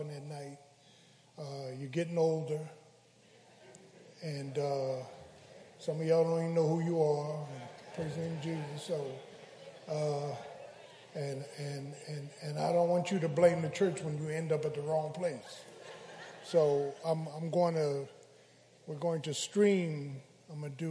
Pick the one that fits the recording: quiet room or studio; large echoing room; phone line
large echoing room